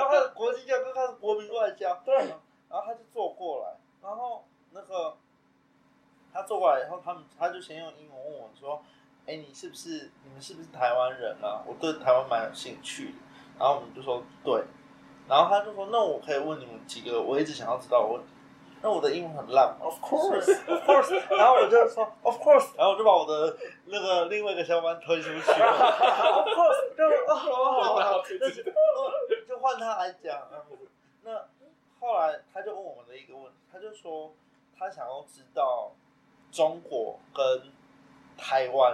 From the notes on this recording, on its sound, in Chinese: 三個師大屁孩沒有錄音設備，還是決定亂七八糟開始錄看看試播集